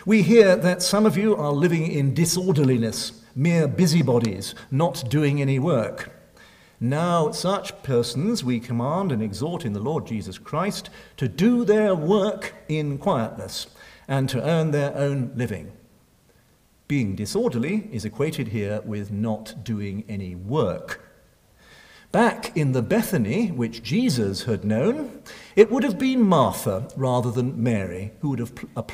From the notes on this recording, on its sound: At St Cecilia's Hall, Edinburgh.